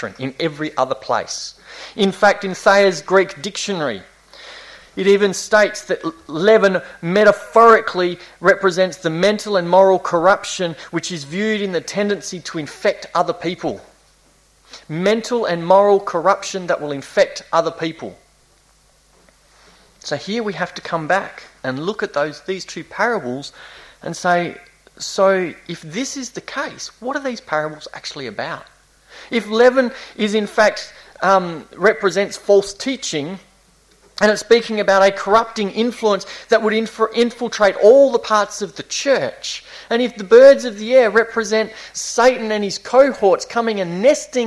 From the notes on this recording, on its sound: This was preached between series at Esperance Chuch of Christ (June 2018)